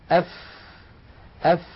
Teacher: بطن الشفة السفلى مع أطراف الثنايا العليا، هذا المكان يخرج منه حرف واحد هو حرف الفاء.